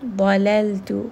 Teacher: make sure that dad is heavy, lam is light